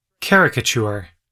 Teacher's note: The correct pronunciation is definitely with the accent on the first syllable, not the second.